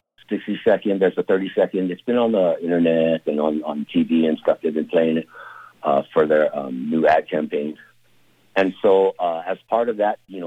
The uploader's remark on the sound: chats by phone